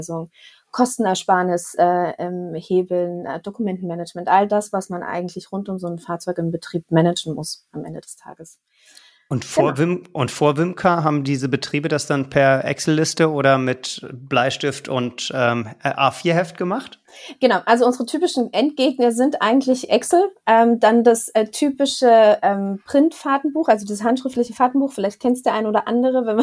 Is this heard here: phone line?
no